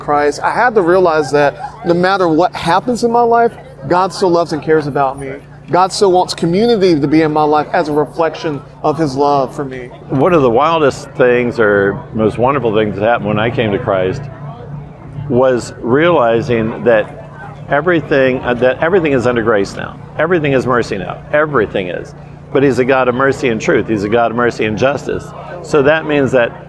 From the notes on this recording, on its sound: While at the Homesteaders of America conference earlier this month